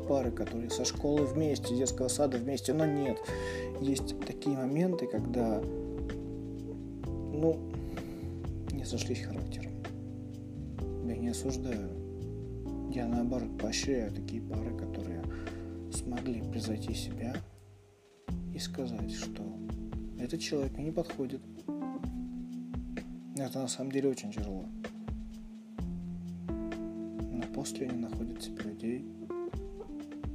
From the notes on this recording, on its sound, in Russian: я тут снова записал тебе войс